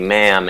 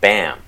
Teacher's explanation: With the most nasal person, we still can tell the difference between when they say ma'am and bam. We can still hear that closure.